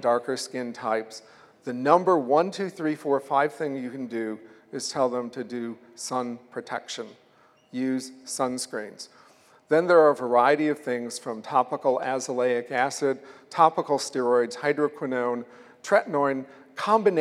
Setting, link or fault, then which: setting, large echoing room